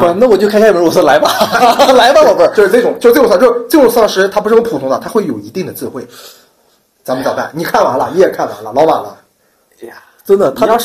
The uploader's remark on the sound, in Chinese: 第二就是音质。（贫穷限制了我们音质。）。音量适度调节。